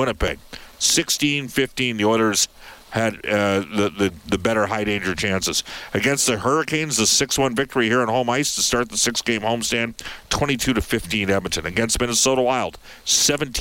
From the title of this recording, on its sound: opens the show from Rogers Place